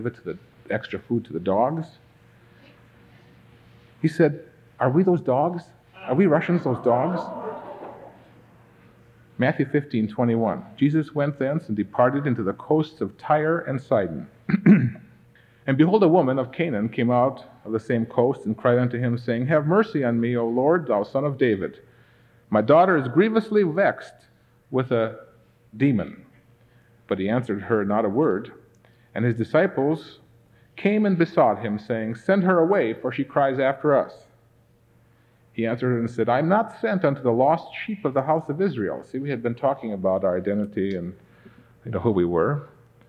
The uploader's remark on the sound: This episode was recorded 33 years ago at the Ambassador Auditorium in Pasadena, California.